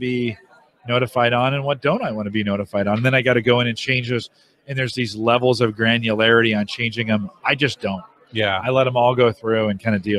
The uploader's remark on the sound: Interviews at HDC 2016. Interviews guests from HDC2016.